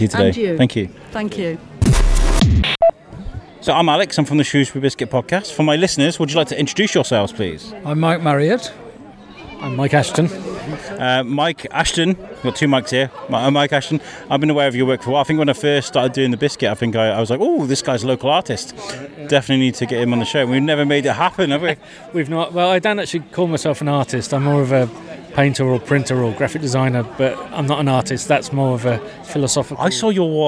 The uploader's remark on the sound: Belle Vue Arts Festival Opener 2023. We cover the open evening of the exhibition at Mrs Jones Gallery in Coleham. Held on the side on the river at the end of the Greyfriars Bridge, there was sunshine, music, activities and pants.